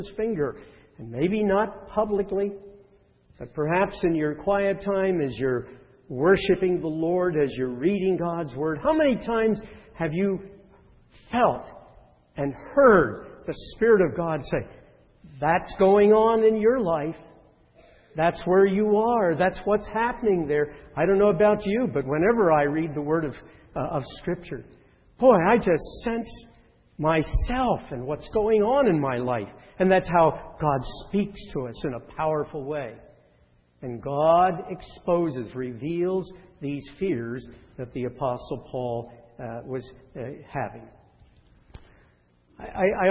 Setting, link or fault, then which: setting, large echoing room